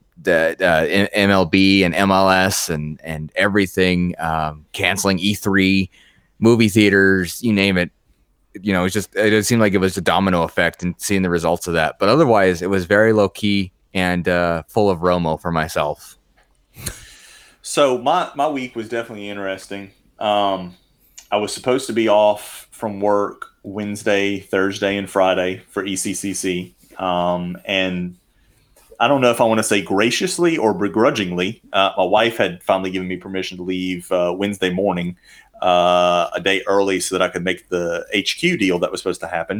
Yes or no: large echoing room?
no